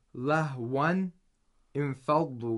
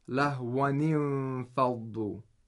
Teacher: So for example, lahwan infaldu becomes lahwanin faldu. We add a kasra to the noon of the tanween of the word lahwan, so it's possible to be pronounced. · Shown in: second take